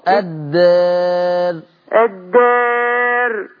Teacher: الألف بتاعة الدار مقللة